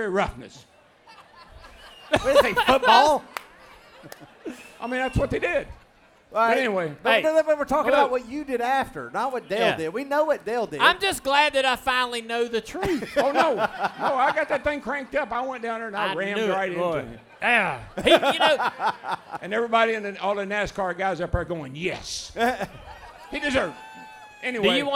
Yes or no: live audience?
yes